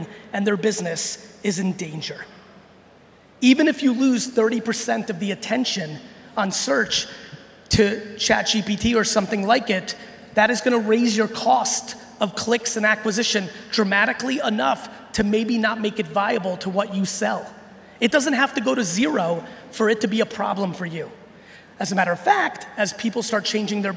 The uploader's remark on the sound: I'm sharing a keynote I gave recently in Brazil